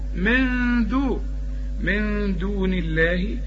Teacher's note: من دون نون بعدها الدال، الدال من حروف الإخفاء، من دون، اوعى تستعمل لسانك ما تقولش من دون، لا من دون، من دون الله.